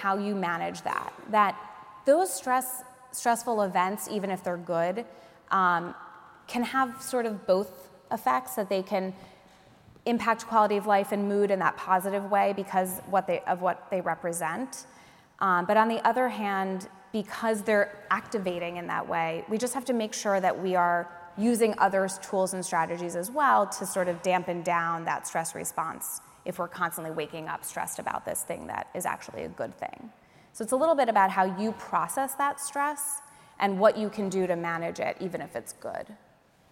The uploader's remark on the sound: speak to an audience of reunioning alumni